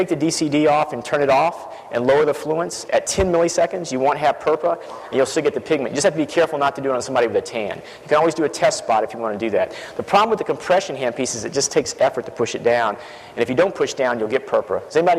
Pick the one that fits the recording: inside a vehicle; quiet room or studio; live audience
live audience